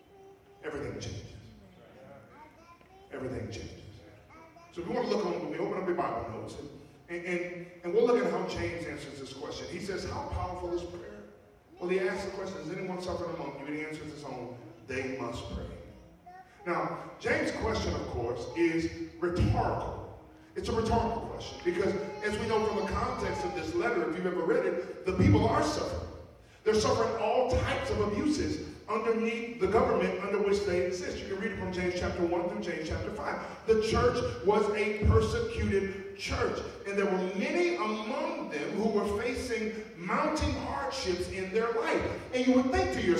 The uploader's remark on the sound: Note: there are some technical difficulties with the audio for this week. This was recorded at our 10:00a corporate worship service.